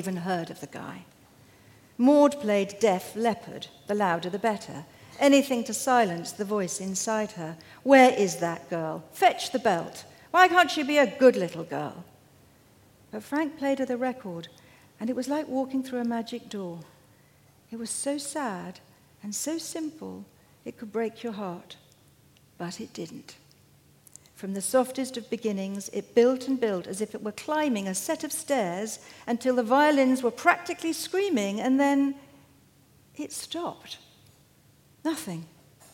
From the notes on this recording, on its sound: Cheltenham hosts the world’s oldest literature festival. Joined me on stage at The Daffodil.